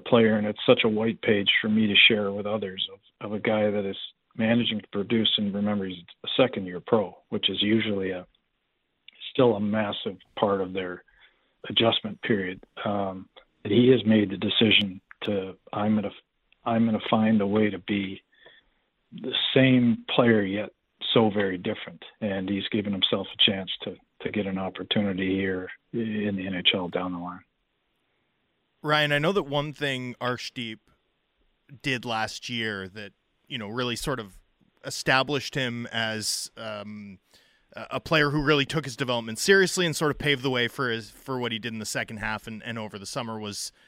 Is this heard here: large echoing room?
no